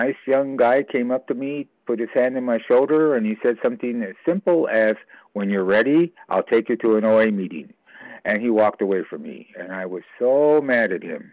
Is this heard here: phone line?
yes